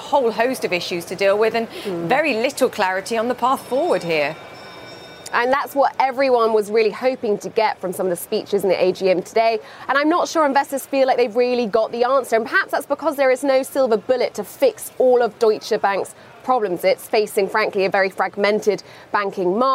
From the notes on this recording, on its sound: live from the New York Stock Exchange